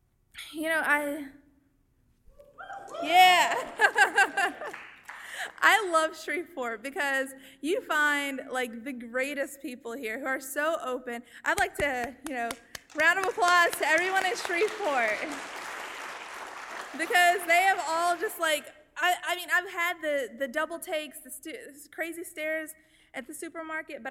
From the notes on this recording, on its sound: Stepped onto the stage of the Woman's Department Club in Shreveport to share her story during "All Y'all Live: Ladies Night". Our audience heard first-hand.